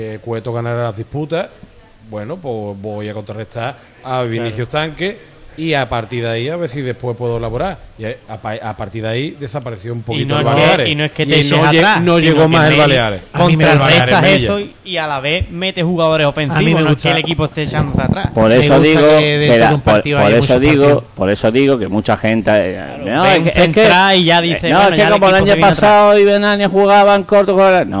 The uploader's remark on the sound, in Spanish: Programa debate sobre la actualidad del Algeciras emitido en directo desde Casa Borrás, detrás de La Palma.